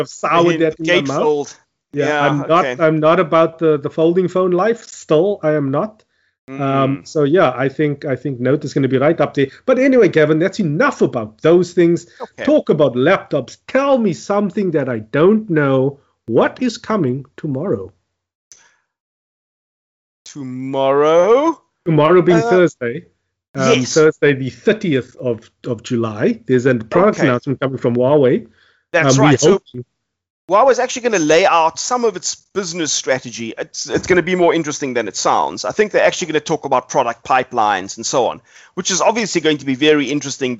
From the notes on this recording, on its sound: Recorded via Skype